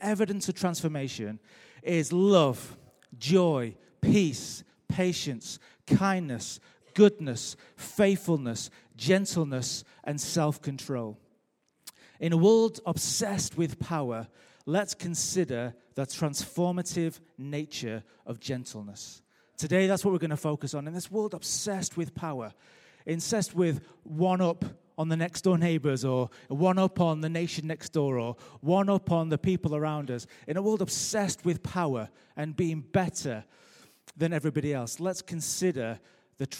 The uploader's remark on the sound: Recorded live at Life Church on Sunday 12th Novemvber 2017.